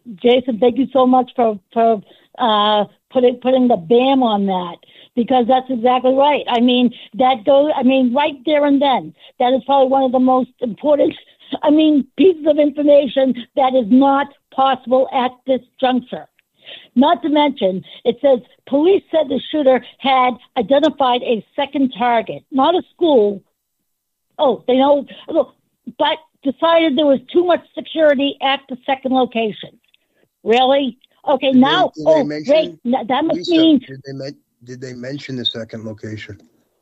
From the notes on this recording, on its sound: This episode of Get M.A.D is a panel discussion/listener call-in show